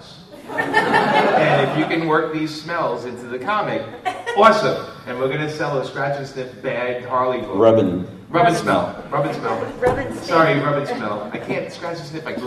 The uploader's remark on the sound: Recorded live at Long Beach Comic Con 2014.